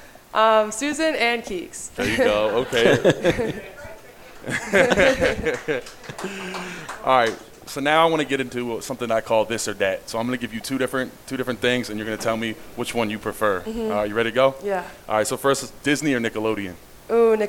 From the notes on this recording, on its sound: Our first show, held live at Cafe 210 in downtown State College